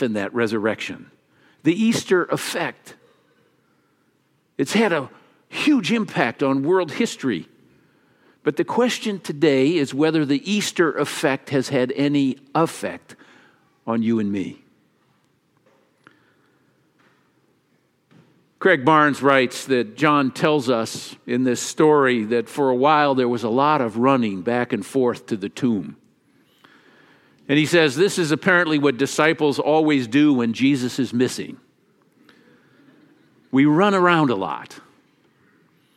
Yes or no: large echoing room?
yes